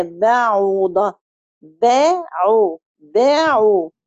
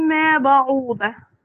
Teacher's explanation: ما تديش الف ولا مد بعد الباء · Shown in: second take · Term: عدم المد عند الباء